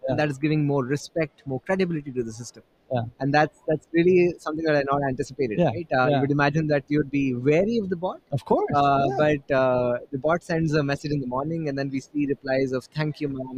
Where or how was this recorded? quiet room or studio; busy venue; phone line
busy venue